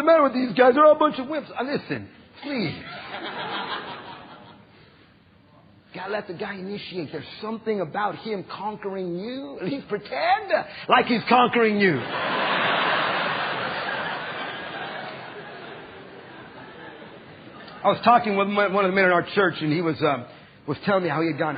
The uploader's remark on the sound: Preached at the PERTH Conference in 2005